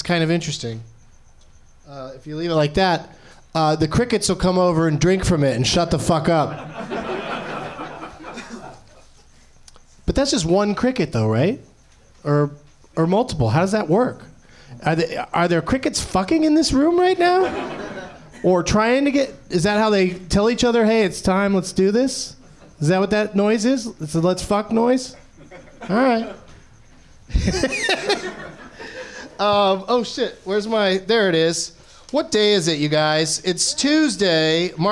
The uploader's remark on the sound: Live from the Nerdmelt Showroom in Hollywood